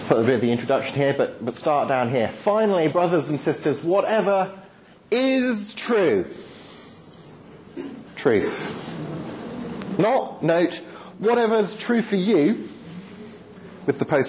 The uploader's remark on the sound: Lecture delivered to the University of York Postgraduate Christian Fellowship, Dec 9th 2010.